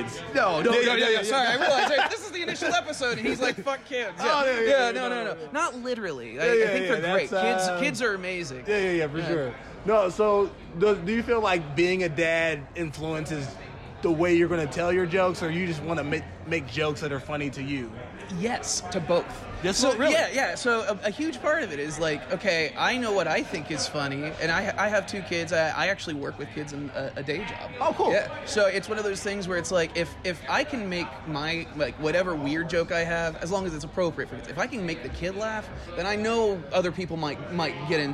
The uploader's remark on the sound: on the patio of our weekly Friday night mic at Hanks BBQ